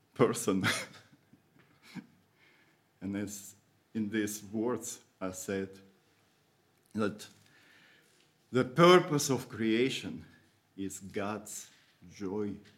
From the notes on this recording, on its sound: Audio from a sermon in Hatch End